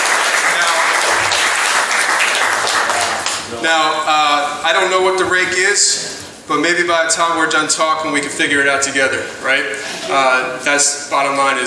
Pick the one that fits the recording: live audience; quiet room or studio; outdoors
live audience